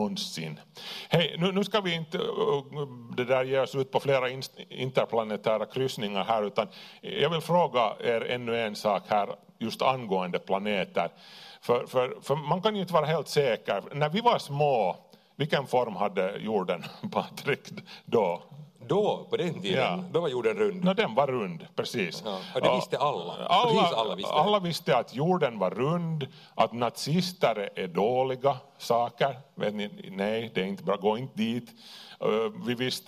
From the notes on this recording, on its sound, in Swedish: Livepodd inspelad på Tölö gymnasium.